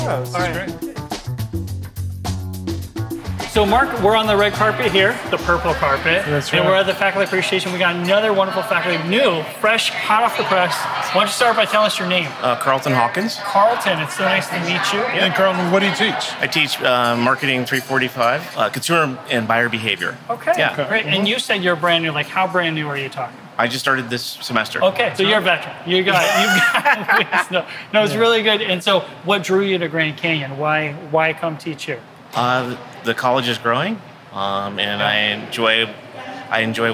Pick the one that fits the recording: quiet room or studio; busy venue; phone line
busy venue